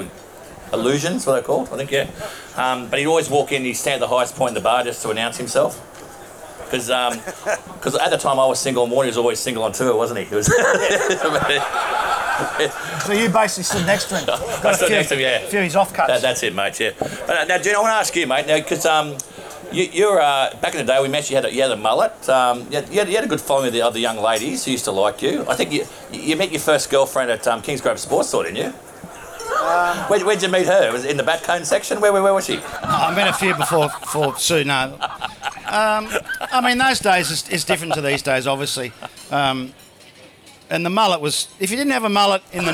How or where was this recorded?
live audience